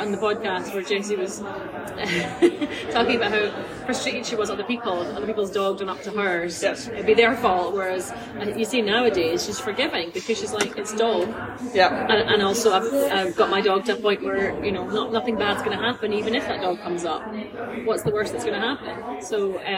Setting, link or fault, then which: setting, busy venue